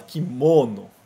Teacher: Fala o mo muito forte, né?